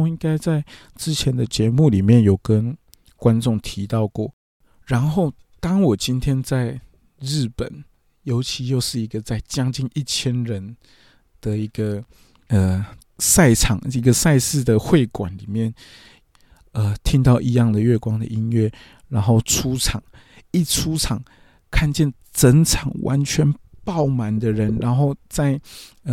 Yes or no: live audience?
no